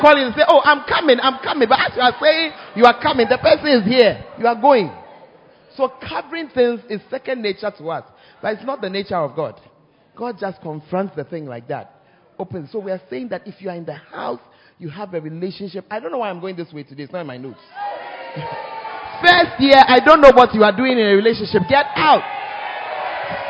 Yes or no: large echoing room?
yes